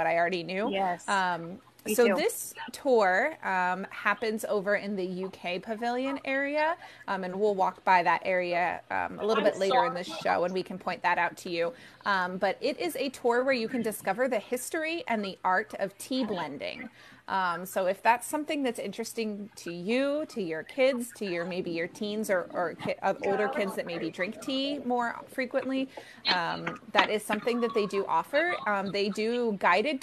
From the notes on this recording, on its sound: Epcot's Flower & Garden Festival. We go LIVE on location at Epcot for this visually stunning festival.